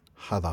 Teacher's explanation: the aspirated K turns into an H. Because at least you still get that breath sound